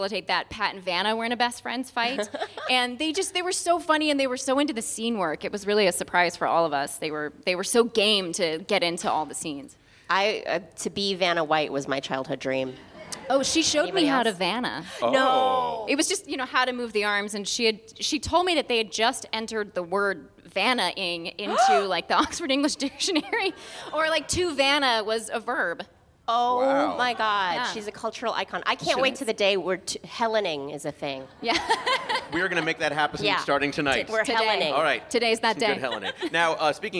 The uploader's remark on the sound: The show is recorded at the Angel City Brewery in downtown Los Angeles. The show is recorded at the Angel City Brewery in downtown Los Angeles.